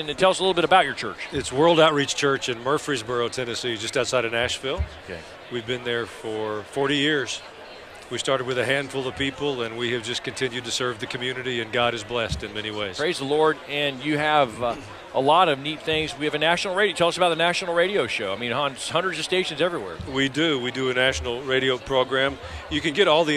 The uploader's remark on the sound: Truth Talk is live from Nashville. Talking to fellow broadcasters at the NRB.